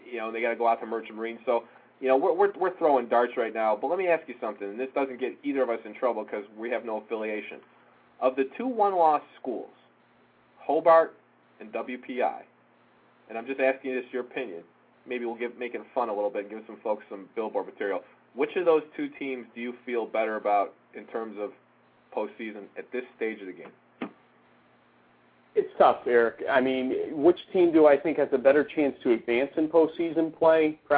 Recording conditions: phone line